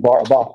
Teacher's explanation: The emphasis always at the end.